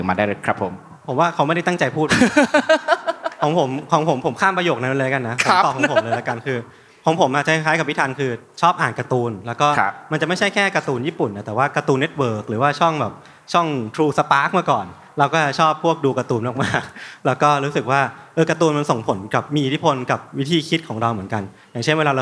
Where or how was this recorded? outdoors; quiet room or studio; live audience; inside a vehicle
live audience